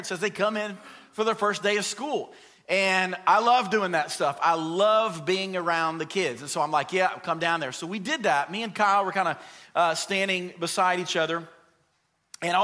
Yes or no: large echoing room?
yes